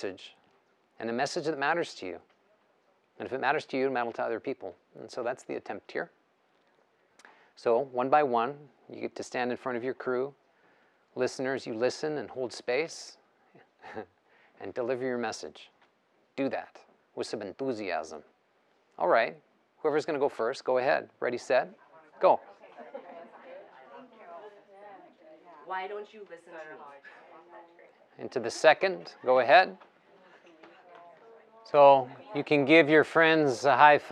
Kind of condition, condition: setting, live audience